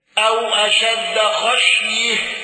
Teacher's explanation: حمزة بالإشباع وفتح تاء التأنيث